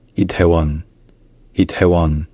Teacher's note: qu'après le T, il y a une légère aspiration